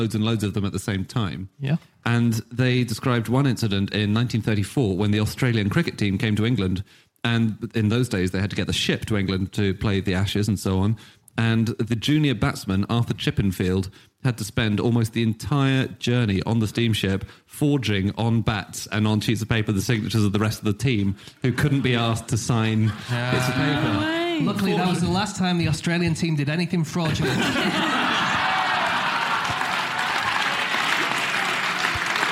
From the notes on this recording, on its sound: Live from Dublin